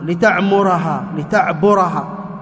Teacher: الميم والباء أين مخرجهما؟ من الشفتين. إذن هي من الحروف الشفوية أو الشفوية.